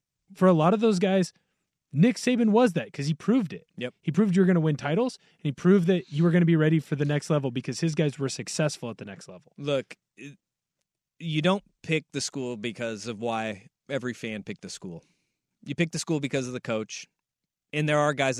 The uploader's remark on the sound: First press conference at UW.